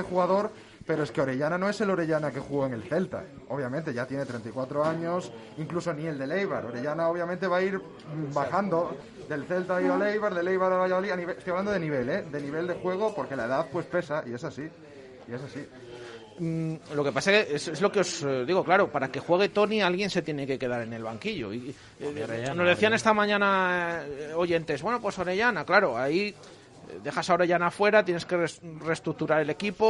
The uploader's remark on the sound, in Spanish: Tertulia de peñistas del REAL VALLADOLID en directo desde el KOKOMO Sports Bar en Huerta del Rey.